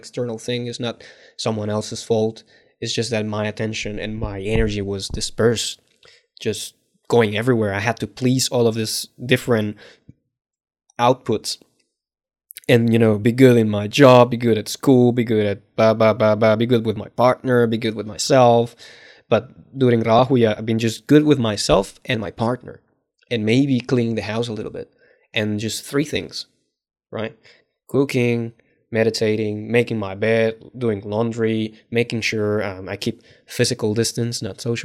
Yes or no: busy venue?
no